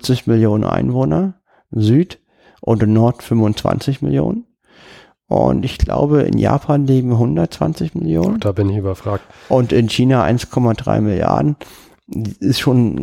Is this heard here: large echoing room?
no